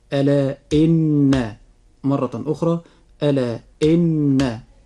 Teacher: مقدار الغنة في نطقنا لحرف النون في حرف إن، مقدار هذه الغنة حركتان، والحركة بمقدار قبض الإصبع أو بسطه، كما سبق أن بينا ذلك في الحلقات السابقة.